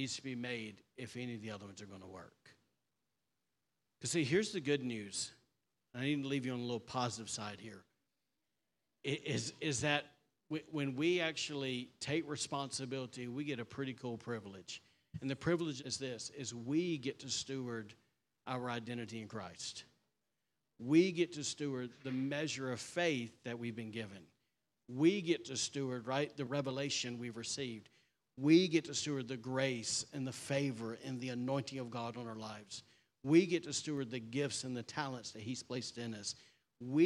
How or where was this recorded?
large echoing room